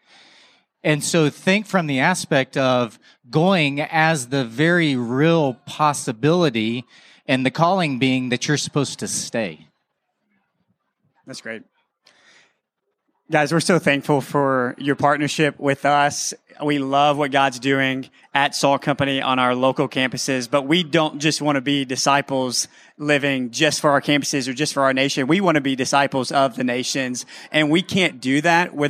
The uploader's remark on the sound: Live From Conference: International Mission Board.